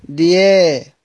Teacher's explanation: بيقرأ بالتقليل سيدنا ورش قولا واحدا